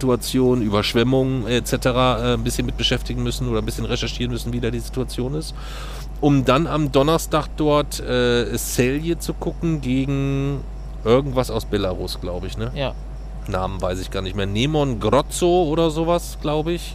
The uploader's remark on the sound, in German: Mit dem Zug in Bulgarien. Nach dem Urlaub, nachts auf dem Bahnhof in Varna aufgenommen.